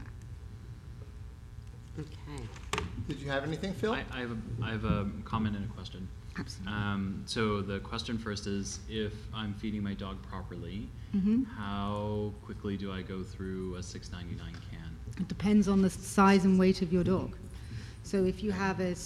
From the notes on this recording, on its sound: BARK YOUR BIZ LIVE AT GLOBAL PET EXPO 2019.